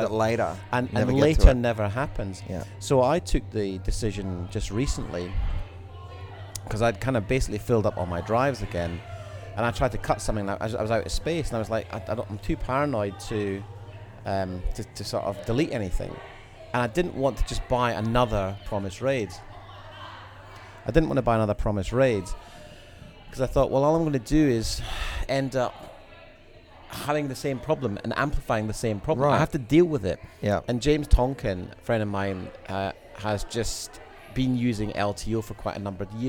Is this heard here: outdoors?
yes